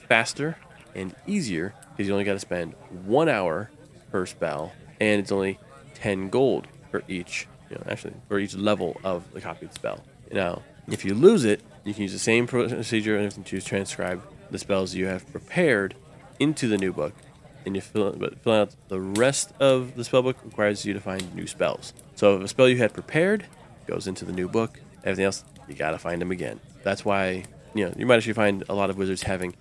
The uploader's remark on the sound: Background tavern and dungeon sounds by Syrinscape